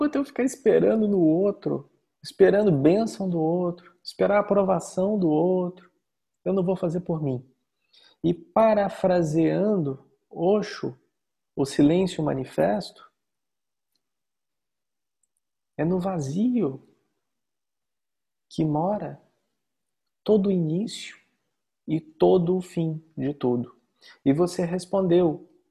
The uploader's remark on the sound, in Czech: Online viz Zoom